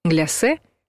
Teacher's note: Но теперь Лопатин призывает употреблять только «гляссе». С ударением тоже стало все однозначно. Оно падает на последний слог. И произносят слово твердо «гляссе».